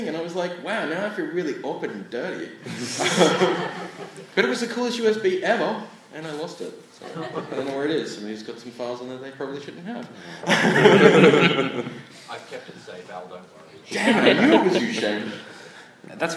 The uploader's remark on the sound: PAX Australia Panel. PAX Australia featured a plethora of panels covering a huge variety of topics. Hear stories from five folks.